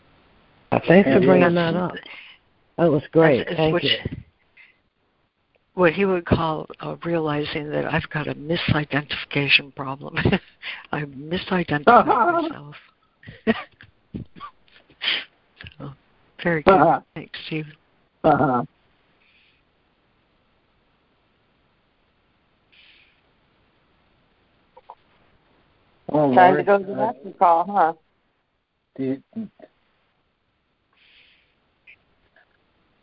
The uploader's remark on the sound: ACIM Daily Conference Call